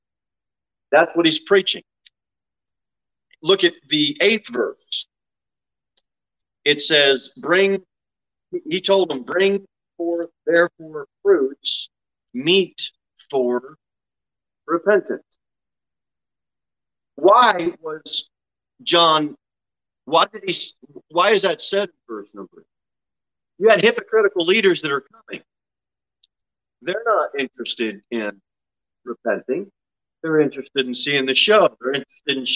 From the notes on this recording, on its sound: Sermon delivered at Pilgrim Baptist Church on Thursday, August 18, 2022 at 6:15 pm. Jere Whitson Rd.